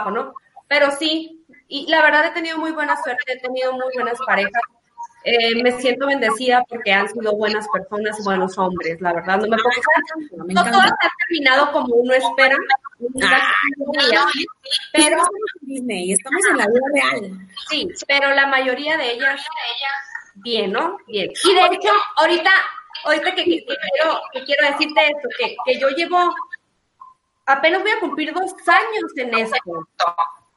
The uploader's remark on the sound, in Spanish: El audio de este episodio no es el mejor.